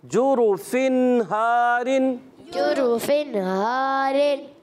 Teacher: तो आपने नून वाजे किया ना, गुन्ना नहीं किया। जुरुफिन हारिन ये गलत हो जाएगा। · Term: इजहार